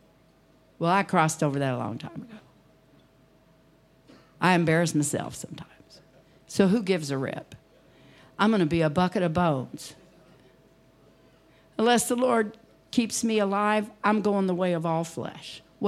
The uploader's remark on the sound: Preached at DCD Conference 2023, 6 Dec Evening Service